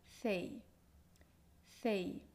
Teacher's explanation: Pero en muchas otras variedades de español eh, se pronuncia s, sei, sei, en lugar de sei. En esta sílaba tienes que deslizar el sonido de la E hacia una I sin hacer pausas